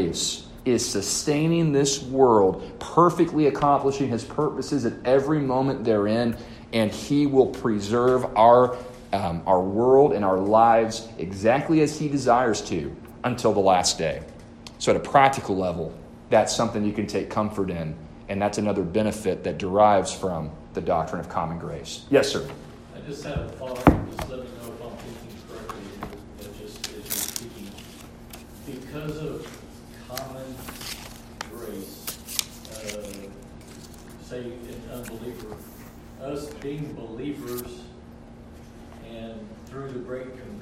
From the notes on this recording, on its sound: A lesson delivered to the Adult Sunday School class at First Baptist Church-Inez